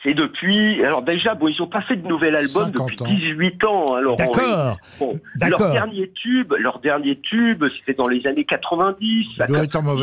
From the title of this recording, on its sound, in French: Un célèbre rockeur au téléphone !